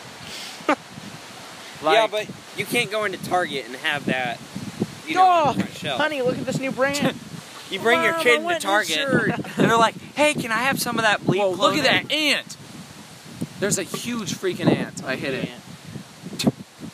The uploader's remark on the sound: Sorry about the wind.